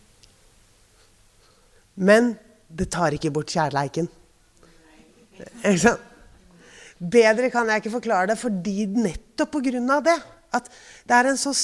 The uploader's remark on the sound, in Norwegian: LIVE FRA DOVREHALLEN